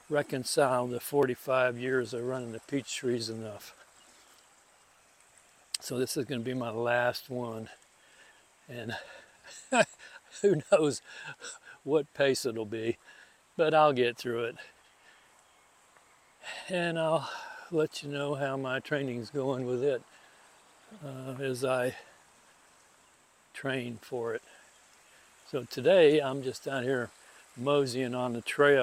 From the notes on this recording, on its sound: This episode was recorded using the Hindenburg Field Recorder app on an iPhone 14 and edited and produced using Hindenburg Lite on an Apple Mac Mini.